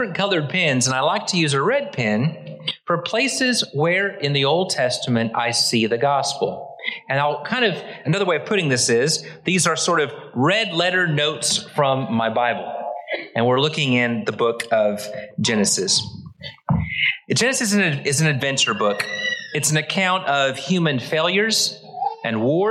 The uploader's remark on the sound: Originally preached at the West Side Church of Christ (Searcy, AR) on January 15, 2023